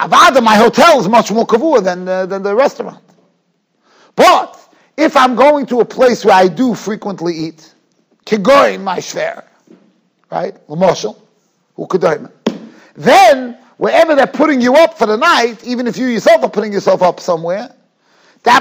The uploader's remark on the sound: Shiur recorded in Yeshivas Ohr Reuven, Monsey, NY.